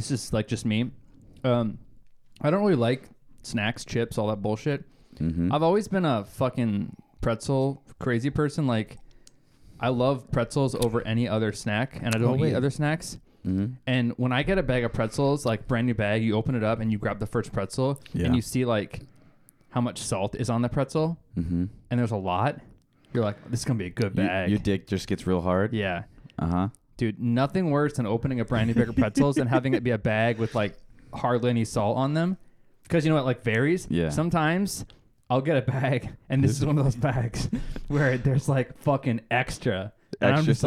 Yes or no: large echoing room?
no